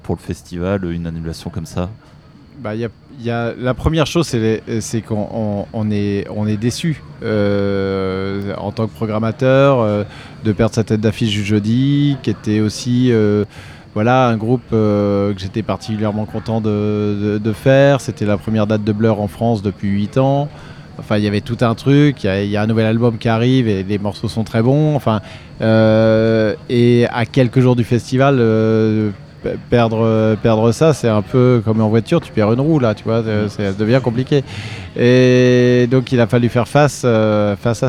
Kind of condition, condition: setting, busy venue